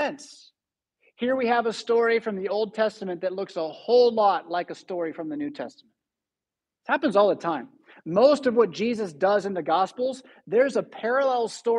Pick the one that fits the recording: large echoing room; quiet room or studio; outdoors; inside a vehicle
large echoing room